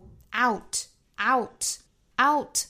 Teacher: 应该注意第一个元音一定要尽量的大开 · Term: 双元音的 ow 的发音